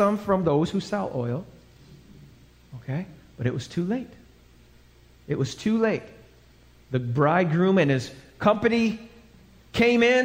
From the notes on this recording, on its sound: This message was recorded live at the Alabama Full Gospel Fellowship church.